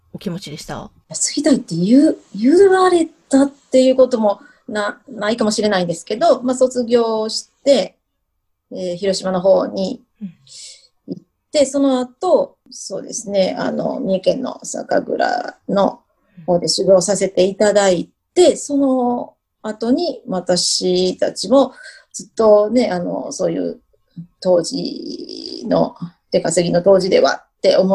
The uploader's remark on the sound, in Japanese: Zoom収録